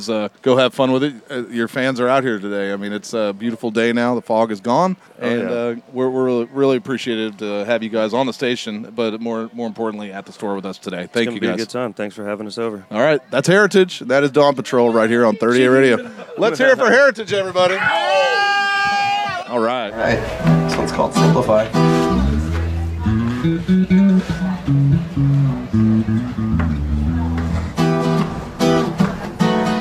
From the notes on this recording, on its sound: They dropped a new tune live on us. Taped live at The 30A Store in Gulf Place, FL.